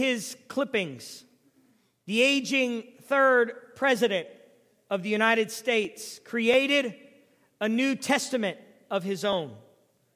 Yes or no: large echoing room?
yes